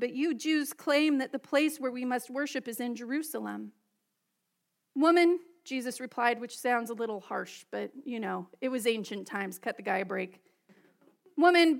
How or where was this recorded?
large echoing room